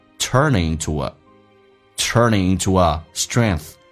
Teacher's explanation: Turn it into 有一个连音叫 turning.